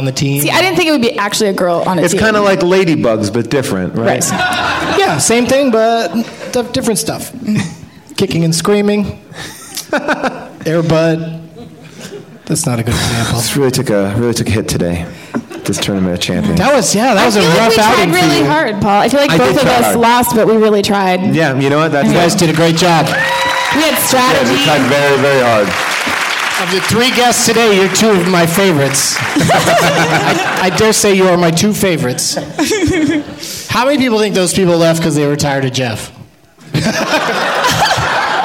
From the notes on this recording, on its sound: Live from the Downtown Independent Theater in L.